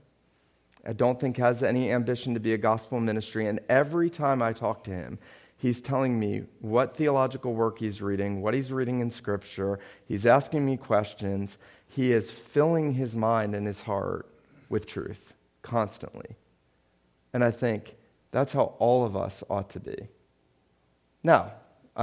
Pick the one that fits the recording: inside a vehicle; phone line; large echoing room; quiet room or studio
large echoing room